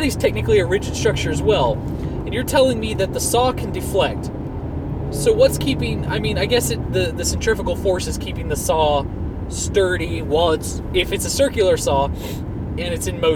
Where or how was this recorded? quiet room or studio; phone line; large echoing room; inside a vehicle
inside a vehicle